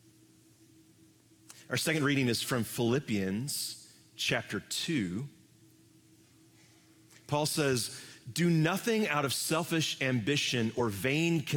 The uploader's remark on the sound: Live from our Celebration Ministry Center